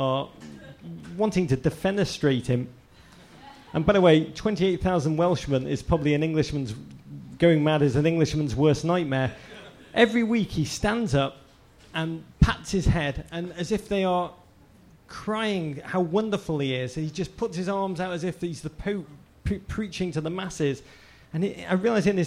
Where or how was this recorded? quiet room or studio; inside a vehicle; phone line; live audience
live audience